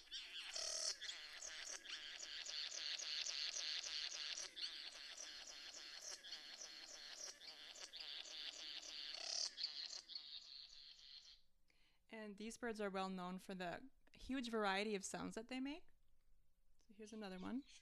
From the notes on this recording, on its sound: The audio for this episode is lower than usual.